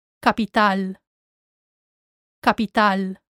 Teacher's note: remember that the stress is on the last A